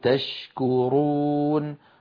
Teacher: الشين من وسط اللسان، الكاف من أقصى اللسان مع الحنك اللحمي والعظمي، أيضا ليس بينهما علاقة ولا إدغام. · Term: إظهار